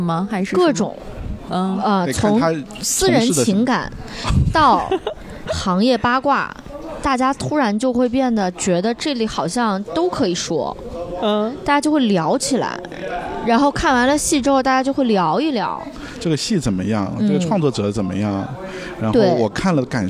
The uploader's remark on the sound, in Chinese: 本期节目为室外录制，开头略有背景杂音。参加第十届乌镇戏剧节。人潮喧闹的声音、嘉年华的欢呼声都回来了。